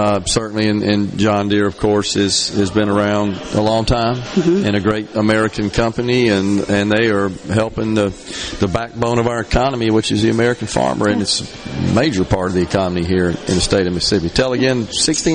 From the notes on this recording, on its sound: LIVE from the Mississippi Trademart for the Dixie National Sale of Junior Champions